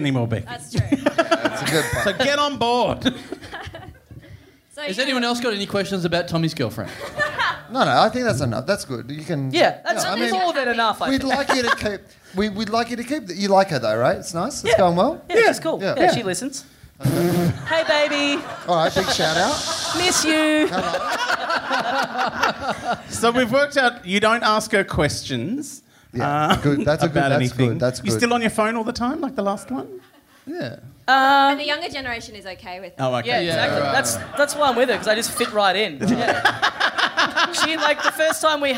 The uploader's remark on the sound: Recorded LIVE at The Chippendale Hotel in Sydney on July 10, 2016.